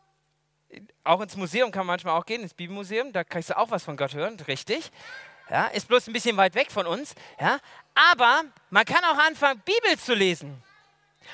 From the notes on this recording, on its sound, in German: aus dem Gottesdienst der Liebenzeller Mission